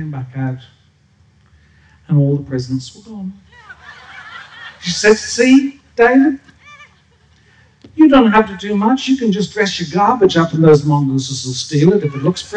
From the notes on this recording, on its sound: SPUN: True Stories Told in the Territory is a live storytelling event that showcases some of the extraordinary people and stories that make up the Northern Territory. Popping up at different venues across Darwin. Told at our event at Darwin Festival where the theme was HEART.